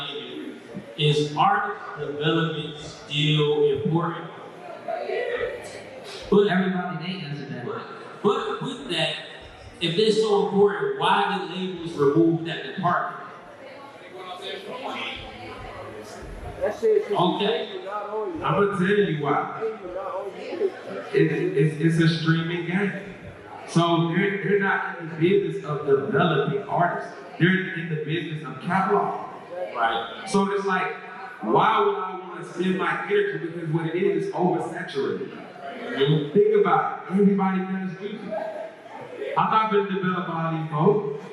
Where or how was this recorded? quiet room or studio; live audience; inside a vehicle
live audience